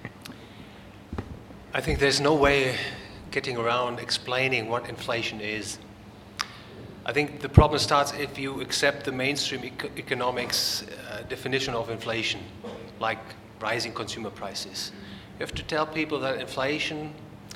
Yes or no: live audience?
yes